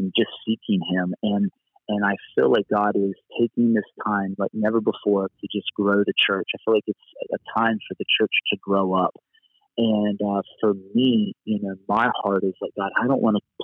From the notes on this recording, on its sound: Location: Phone. On today show I have back with me on the phone.